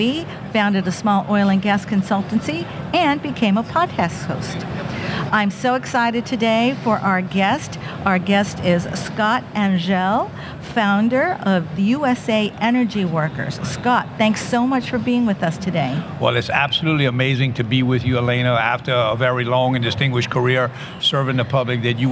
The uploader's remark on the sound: Which was recorded at OTC.